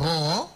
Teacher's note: ro di depan yang kita sudah biasakan tebalkan dengan menaikkan pangkal lidah sehingga jadi ro